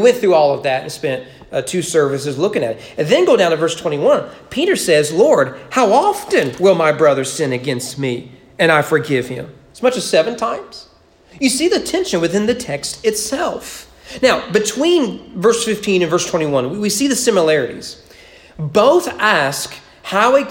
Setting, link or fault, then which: setting, large echoing room